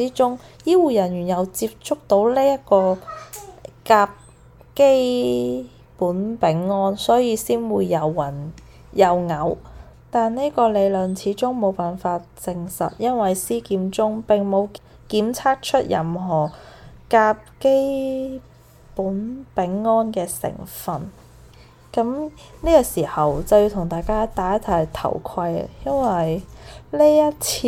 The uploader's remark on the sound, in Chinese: 這一集比較多背景聲，因為在旅行途中房間錄製，小朋友都在旁邊，比較多環境音，非常抱歉。